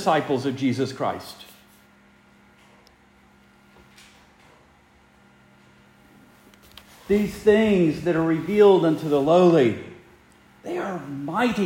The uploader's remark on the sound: Preached the morning of March 26, 2023, for the Heidelberg Presbyterian Church in Heidelberg, Mississippi.